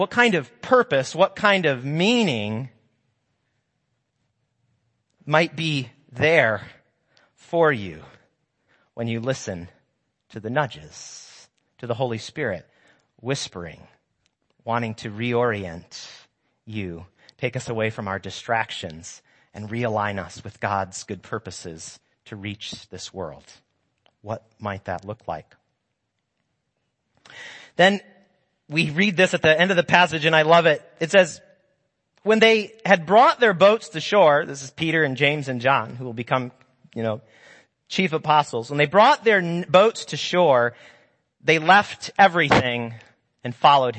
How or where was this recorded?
large echoing room